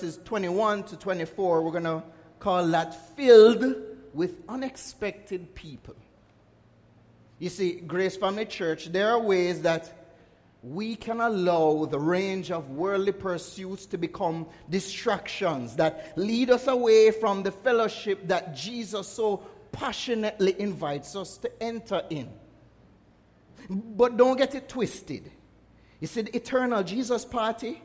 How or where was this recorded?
large echoing room